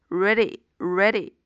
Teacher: 这个 d 在这里边其实也是一个 flap